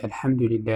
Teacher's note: والحمد هذه المادة فيها 3 حروف، الحاء والميم والدال، وهذه الحروف يخرج من مخارج الحرف كاملة. الحاء يخرج من الحلق، والميم تخرج من الشفتين، والدال يخرج من الفم · Term: مخارج الحروف